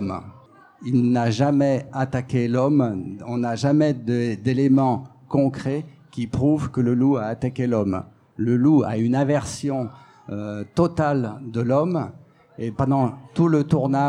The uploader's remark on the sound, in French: Celle-ci a été diffusée en direct et en public depuis le festival de la photo animalière et de nature de Montier-en-Der.